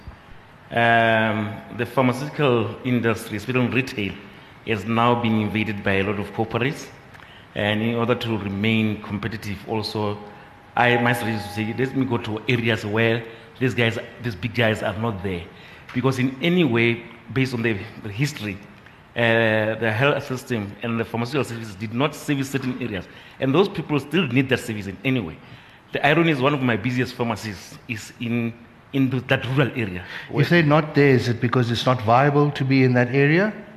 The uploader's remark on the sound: We bring you a programme that was recorded at the recent BDTV SME Summit. A business owner from Polokwane won the lucky draw and joins the panel on stage.